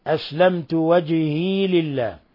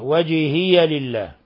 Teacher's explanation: فقل أسلمت وجهي لله، قرأ شعبة أسلمت وجهي لله، فقل أسلمت وجهي لله بإسكان الياء. إذن شعبة خالف حفصا بأن سكن الياء في قوله تعالى فقل أسلمت وجهي لله، الياء من وجهي، بينما حفص ومن وافقه من القراء قرأها بالفتح وجهي لله.